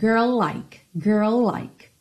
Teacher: o girl já é seguido pelo like, que também começa em L, então você já junta tudo